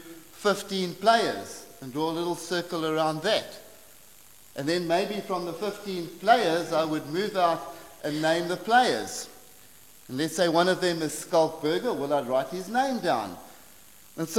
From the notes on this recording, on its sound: preached at St Marks Methodist, Cape Town